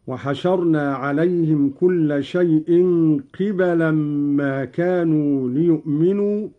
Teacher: قرأ قالون بكسر القاف وفتح الباء